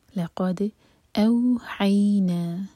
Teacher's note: حی مدلین اور نا چار حرکہ لمبا، یہ ہے مد منفصل